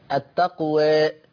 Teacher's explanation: الإمالة أو التقليل يسمى بالإمالة الصغرى، لا هي فتح ولا هي إمالة بالفك السفلي لأسفل لتحقيق كسرة كاملة. التقوى هذا هو الفتح، التقوى هذا هو التقليل.